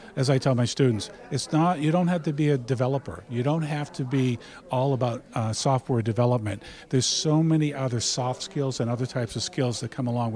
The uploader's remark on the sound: The discussion takes place during a Boston Blockchain Association event at Suffolk University